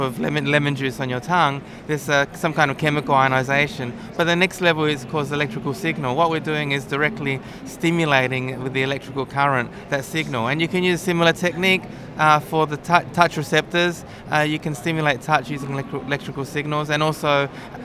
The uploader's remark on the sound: Recorded at the Wearable Technology Show 2015.